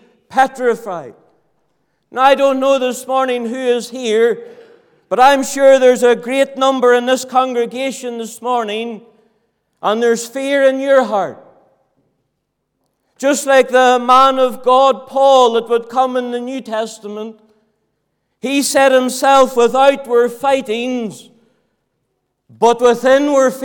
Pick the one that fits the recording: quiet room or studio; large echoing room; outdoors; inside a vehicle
large echoing room